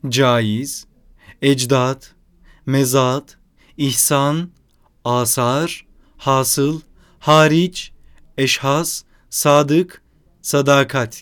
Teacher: bilgili kimselerin okumalarında daralmış ve incelmiş bir sestir, uzun E'ye yakındır · Term: uzun A